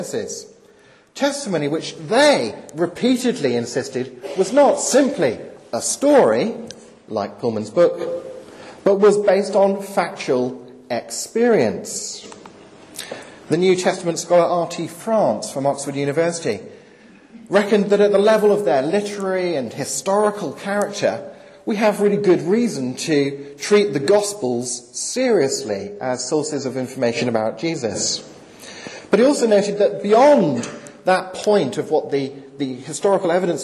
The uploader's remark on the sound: delivered at Highfields Church Cardiff, 14th November 2010.